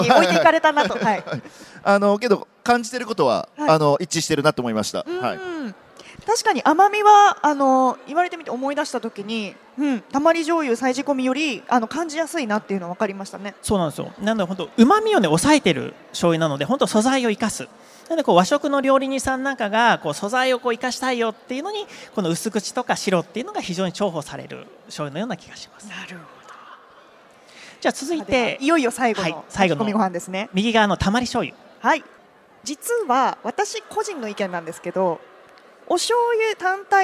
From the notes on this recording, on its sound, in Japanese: CRAFT SAKE WEEK 2023 at ROPPONGI HILLSにて公開収録。